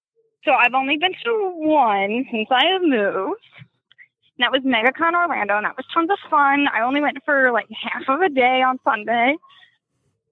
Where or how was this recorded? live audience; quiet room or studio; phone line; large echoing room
phone line